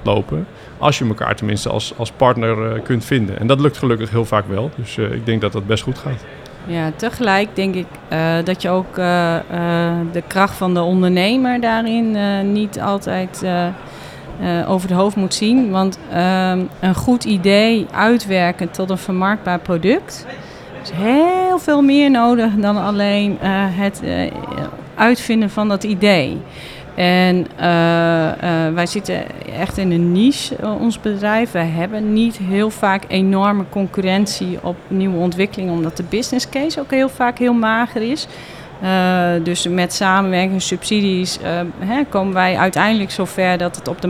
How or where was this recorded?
busy venue